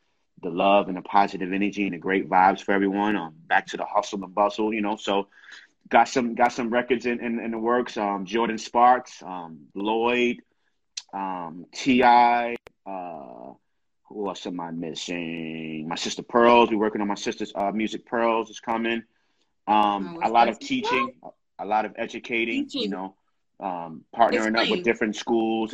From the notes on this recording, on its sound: in a special Instagram Live #WFH edition